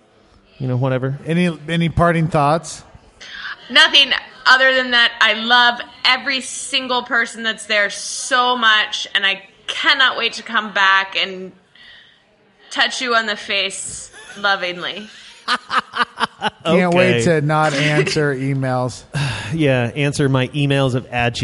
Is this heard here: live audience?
yes